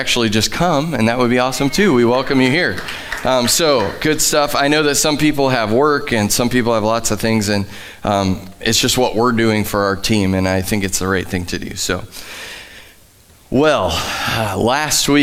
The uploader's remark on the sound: Live from The Summit Church in Dover, OH.